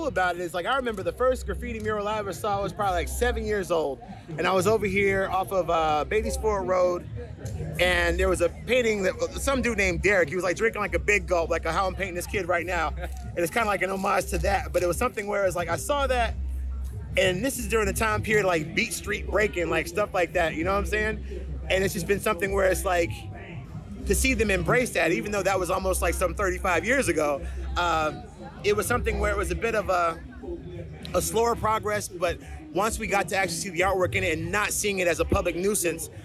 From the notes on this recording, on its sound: We did spend some time at BOOM Festival and Open Streets 704 in Plaza Midwood. We were able to talk to some of the faces in the crowd.